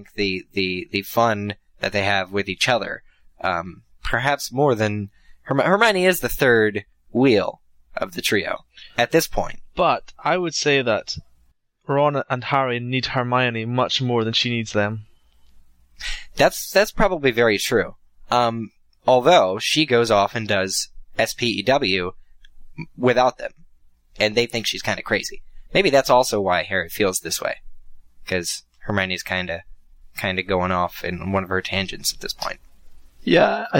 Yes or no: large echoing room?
no